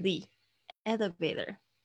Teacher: 注意一下这个 the 的发音，在接在元音之前会变成 theelevator